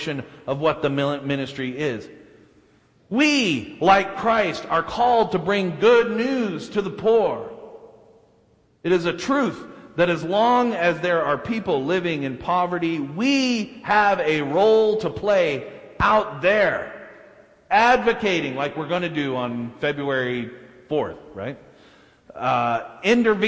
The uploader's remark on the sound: delivered at First Baptist Church of Salt Lake City